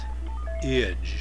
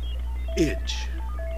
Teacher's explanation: ij is a catch there at the beginning of the word · Shown in: second take · Term: glottal stop